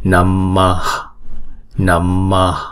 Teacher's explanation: Chữ đầu tiên là chữ Namaha, mà chúng ta chỉ đọc cái chữ H này, không đọc là hà mà đọc là H. Chúng ta chỉ hà cái hơi ra thôi.